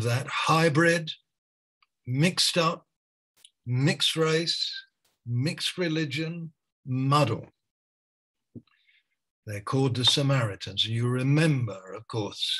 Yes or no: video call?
yes